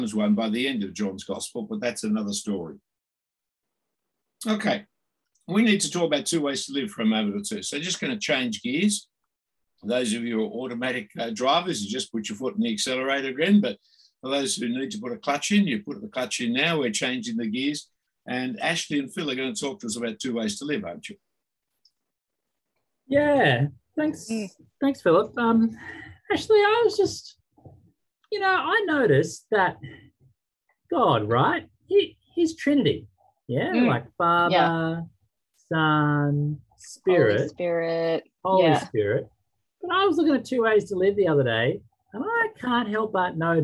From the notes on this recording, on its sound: this term was online via Zoom